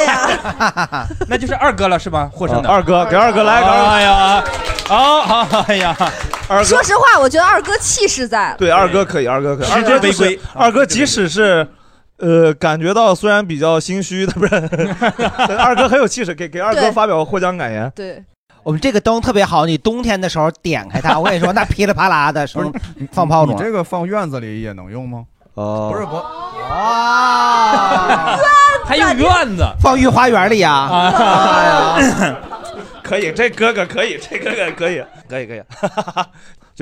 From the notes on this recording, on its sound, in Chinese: 本期我们的单口喜剧/脱口秀演员们和现场的观众朋友们一块聊了聊。录制刚一开始，场面就进入了白热化。